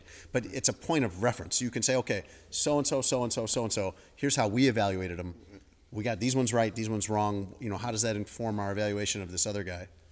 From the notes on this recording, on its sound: Live From The NFL Meetings. From the NFL's annual meetings in Phoenix.